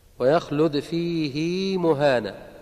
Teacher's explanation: يمد الهاء هنا ويخلد فيه مهانا ولا يمد غيرها